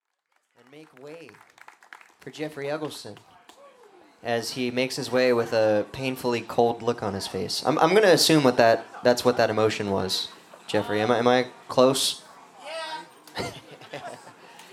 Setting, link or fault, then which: setting, busy venue